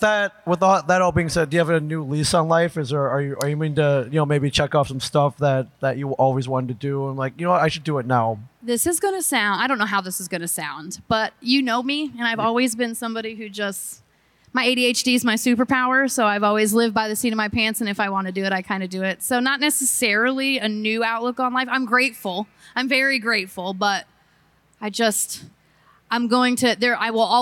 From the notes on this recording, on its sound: Live from Comicpalooza! LIVE from Comicpalooza 2023.